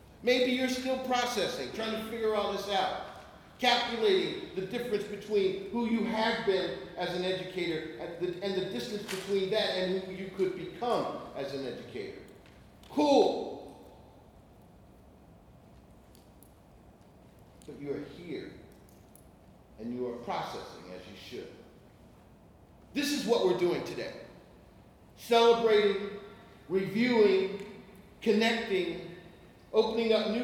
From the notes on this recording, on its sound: speaking at the first ever Innocent Classroom Conference on August 18, 2018 in Omaha, Nebraska